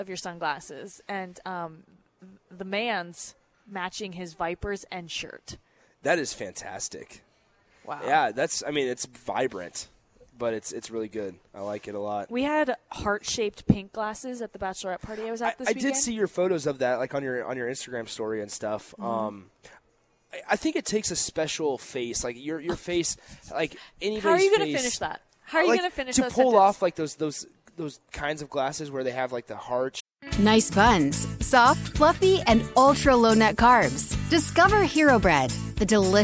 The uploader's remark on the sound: Live from the Upside Bar and Lounge